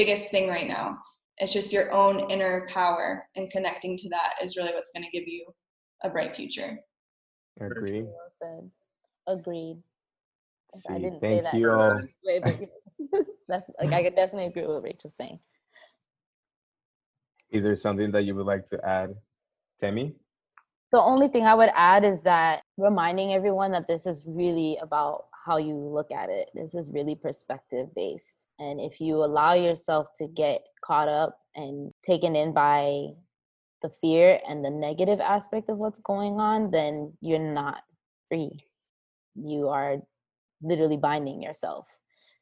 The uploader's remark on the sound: our first Zoom call